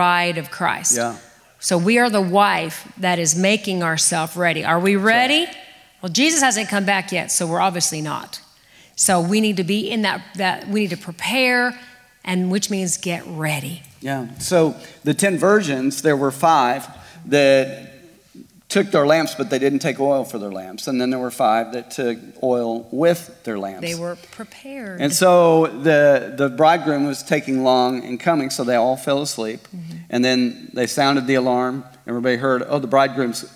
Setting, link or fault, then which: setting, large echoing room